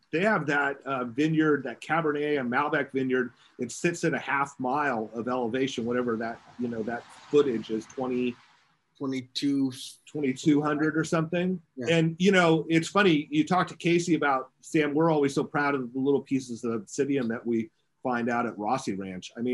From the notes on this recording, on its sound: Yes we are temporarily recording by Zoom because of COVID worries